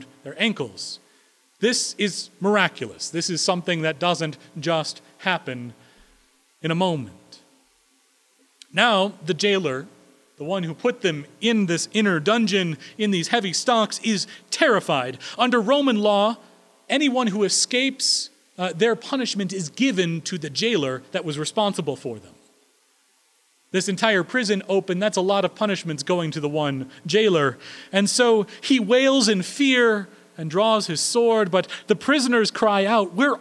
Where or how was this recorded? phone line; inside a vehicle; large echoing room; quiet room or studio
large echoing room